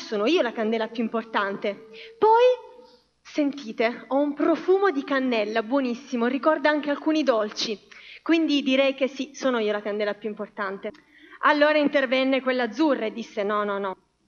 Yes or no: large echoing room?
yes